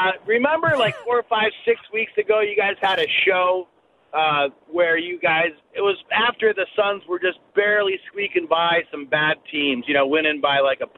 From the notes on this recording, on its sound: Take phone calls from Suns fans.